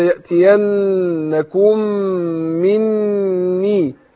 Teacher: النون المشددة تاخد غنة حركتين والميم كذلك المشددة تاخد غنة حركتين